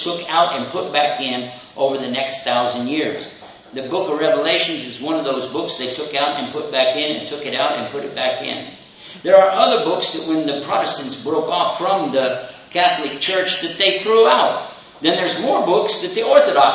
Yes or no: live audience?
yes